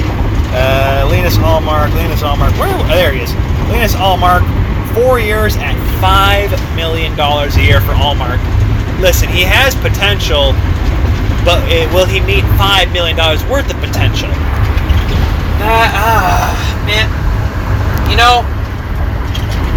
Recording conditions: inside a vehicle